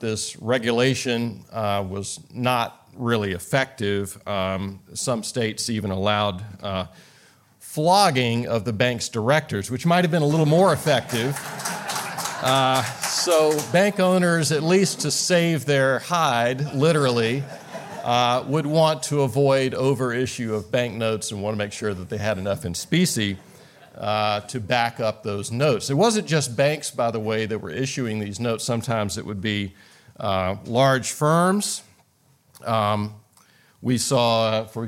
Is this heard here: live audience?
yes